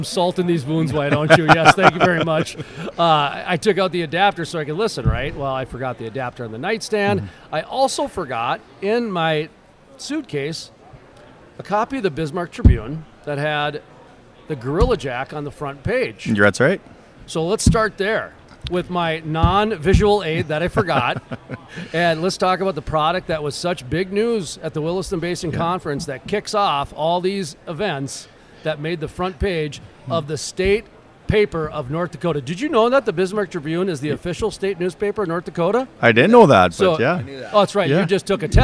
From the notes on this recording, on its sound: From the Shale Energy Resources Conference and Trade Show at the Horse Shoe Arena and Pavilion in Midland, Texas